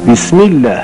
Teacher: لام جلاله الله رو وقتی کسره قبلش هست میمش مکسوره، بسمی می، این باعث میشه که لام الله بشه له نشه الله